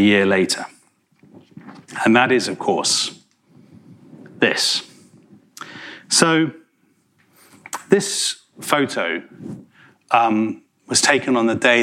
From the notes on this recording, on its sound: In a talk he delivered at our 2019 BBC History Magazine History Weekend in Winchester